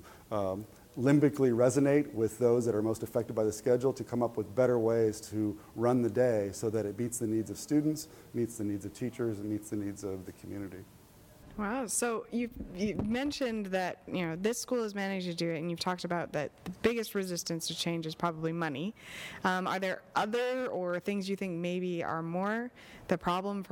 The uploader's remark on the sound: This interview was recorded live at the 7th annual 21st Century Learning Conference in Hong Kong.